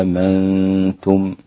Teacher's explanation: يقرأ بحركتين قصرا وأربعة توسطا و6 بالإشباع هكذا. آمنتم، و6 حركات أيضا، وله مثل باقي القراء 2 حركات. · Term: مد البدل